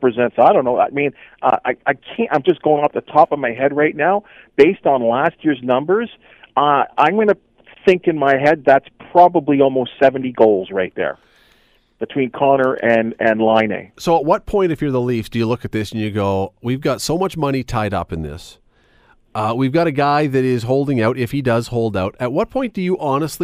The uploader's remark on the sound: opens the phones